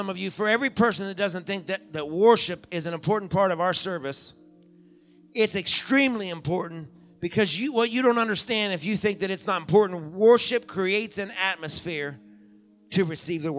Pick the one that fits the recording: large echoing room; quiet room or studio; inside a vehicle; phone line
large echoing room